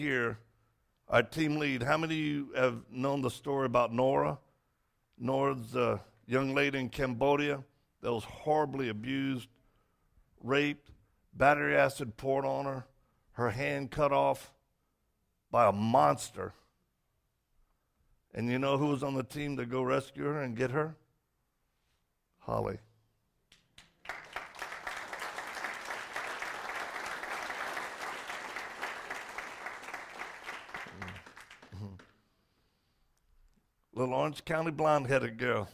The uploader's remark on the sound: Message recorded from Rise Church.